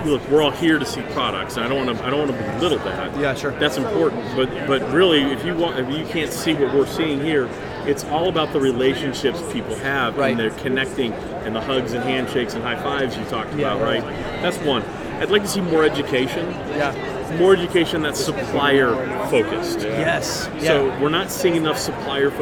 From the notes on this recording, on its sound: recording LIVE at the Evans booth at PPAI Expo